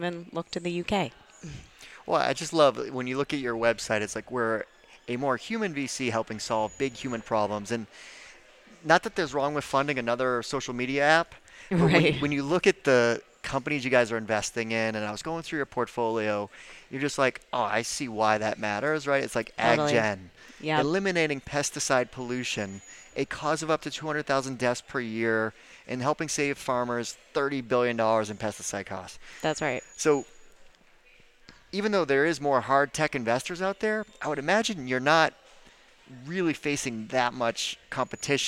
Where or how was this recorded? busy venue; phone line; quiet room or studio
busy venue